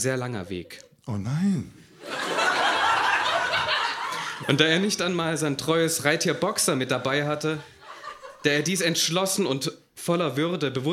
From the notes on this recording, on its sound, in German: Auswahl der Beiträge von der „texte von gestern“-Liveshow. Im Monarch, Berlin. Heißen Dank an den Monarch, unser tolles Publikum.